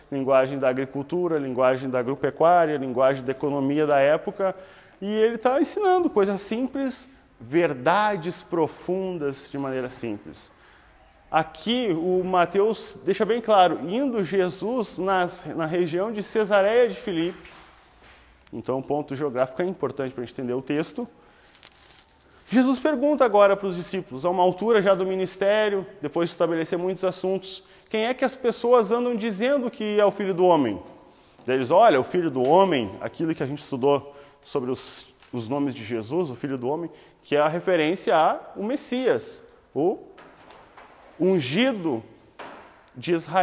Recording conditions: live audience